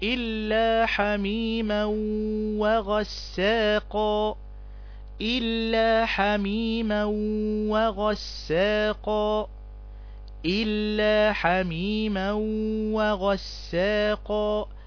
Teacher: الإضغام هنا إضغام بغنة لأن عندنا حرف تنوين جاء بعده حرف الواو